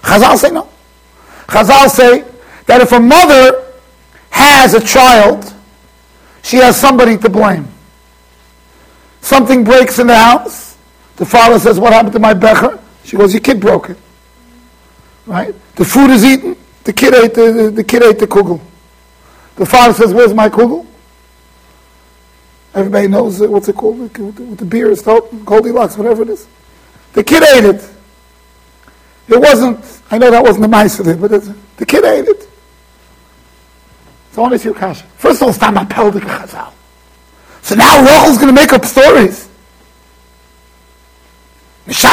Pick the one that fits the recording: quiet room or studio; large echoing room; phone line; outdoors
large echoing room